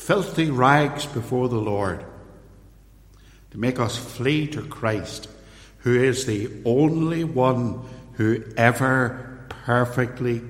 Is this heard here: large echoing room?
yes